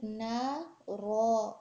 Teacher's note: را کے بعد بھی آپ دیکھیں کہ جو الف آ رہی ہے وہ ہیوی ہوگی